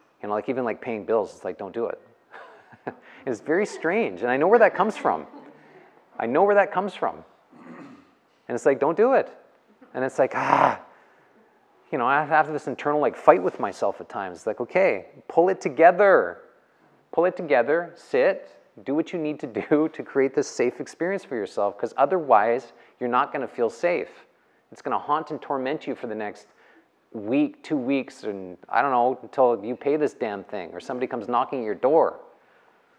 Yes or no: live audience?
yes